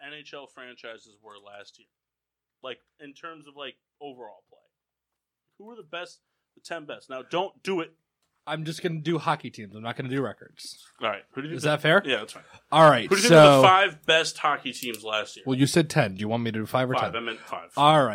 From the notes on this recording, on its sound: We did have some technical difficulties in the production stage of this podcast. We apologize for any echoes throughout the show.